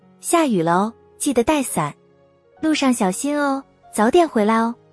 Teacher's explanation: 第一种用法是提醒、叮嘱，语调平稳或微微下沉，语速稍慢